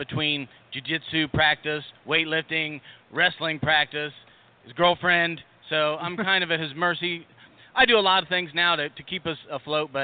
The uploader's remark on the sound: the Podcast Roundtable from the 2018 National Sports Collectors Convention